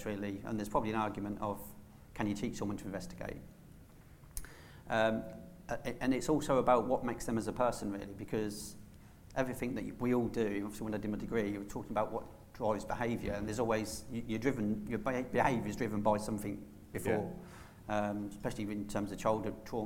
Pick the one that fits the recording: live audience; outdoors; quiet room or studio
live audience